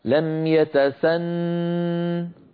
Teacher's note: لولا الهاء لوقفت عليها، لم يتسن بنون مشددة مغنونة، لم يتسن لولا الهاء، لكن بوجود الهاء لم يتسنه.